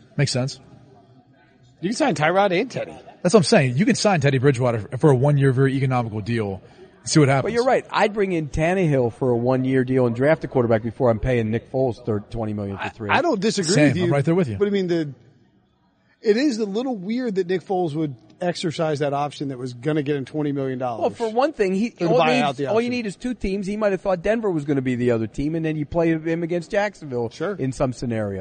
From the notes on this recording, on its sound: live from the floor at the 2019 NFL Combine